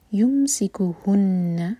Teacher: ما دوہر کا لمبا مد طبعی، یمسکہن، میم ساکن کو ہولڈ نہیں کرنا، اظہار شفوی ہے. یمسکہن، نون پر غنہ، دو سیکنڈس کے لیے ہولڈ کریں گے